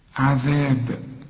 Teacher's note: عذاب قلقل الباء عند الوقف، وده مش وقف برضه، لكن احنا بنقف وبنسكن اي حرف بنقف عليه.